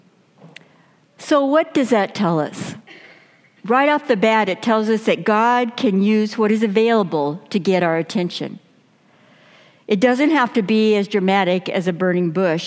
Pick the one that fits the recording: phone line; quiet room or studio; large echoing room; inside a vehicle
large echoing room